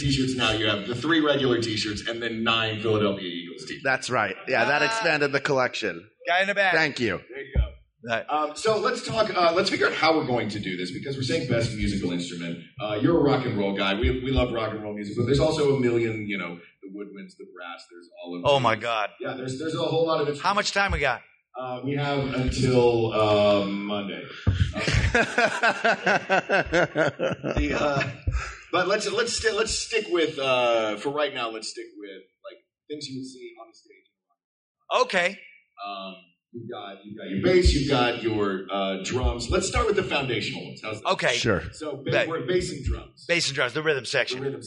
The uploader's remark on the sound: Recorded live at Dragon Con 2018.